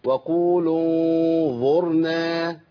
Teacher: النون هنا مخفاه في الظاء، فلا بد من تفخيم الغنه اولا ثم اخفاء النون وعدم اظهارها